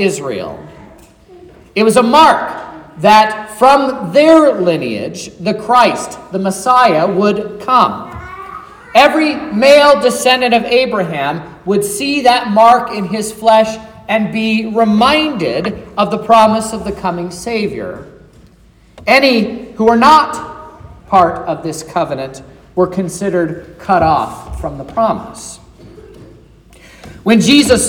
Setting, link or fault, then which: setting, large echoing room